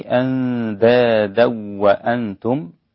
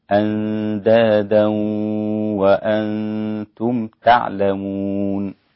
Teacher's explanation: بعدم الغنة في الواو عند خلف · Shown in: first take · والباقون بالغنة أندادا وأنتم تعلمون هكذا.